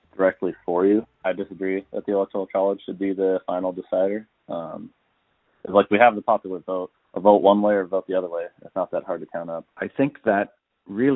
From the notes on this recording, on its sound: For this episode we recorded phone calls and received cell phone voice memos.